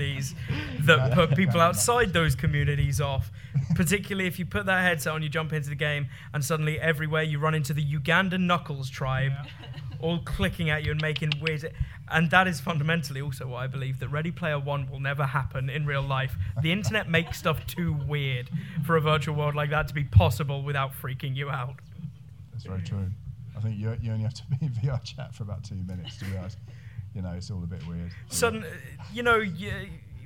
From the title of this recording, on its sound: EGX 2018 Panel